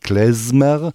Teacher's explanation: Viele sagen zum Beispiel Kletzmer, weil es eben mit Z geschrieben wird, aber das Z ist eigentlich eher das stimmhafte S, es heißt eigentlich richtig Klezmer, eben mit einem stimmhaften S und das haben wir im Deutschen ja gar nicht, so zumindest nicht als eigenen Buchstaben und da ist im Jiddischen ganz klar unterschieden, das harte S und das weiche S, das dann Z geschrieben wird.